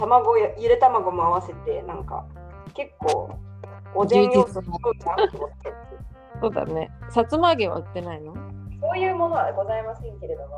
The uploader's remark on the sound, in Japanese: おでんを作りながら収録しました。